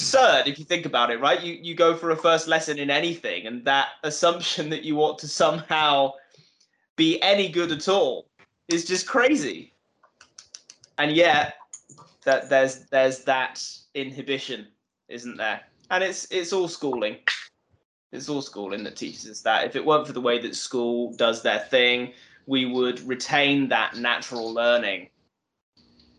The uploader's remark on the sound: skype calls